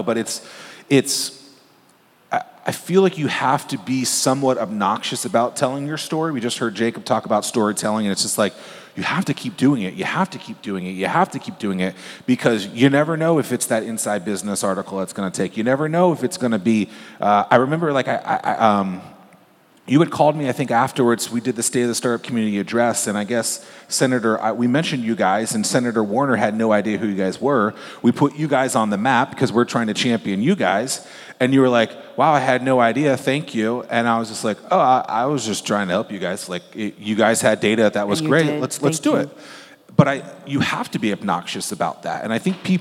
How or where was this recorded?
busy venue